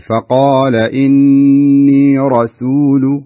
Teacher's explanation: شوف السين، حاولي أنها لا تتأثر بالراء المفخمة. يعني عندنا رسول، لا تقول رسول، لا، راسول.